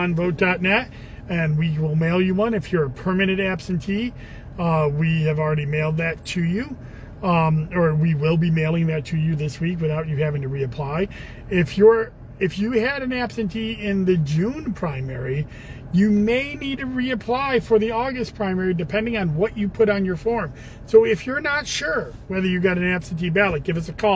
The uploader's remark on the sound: in the car